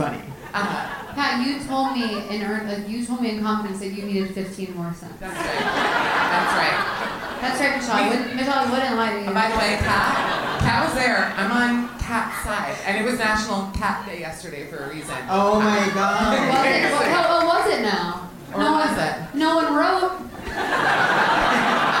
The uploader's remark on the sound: Live From The Bell House.